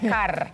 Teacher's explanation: La R se hace revoloteando la lengua, el sonido se hace revoloteando la lengua detrás de nuestros dientes · Term: R muy fuerte